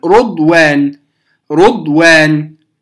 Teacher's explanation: فالموضع الثاني، فالموضع فالموضع الثاني يقرأ فيه، الموضع الثاني في كلمة رضوان يقرأ فيه كما قلنا بالكسر كباقي القراء، لكن باقي كلمة رضوان يقرأها شعبة بالضم، بضم الراء